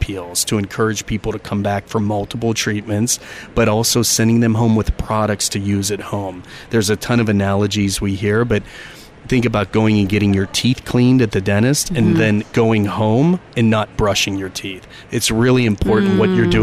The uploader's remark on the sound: Live at Aesthetic Everything Show in Scottsdale, AZ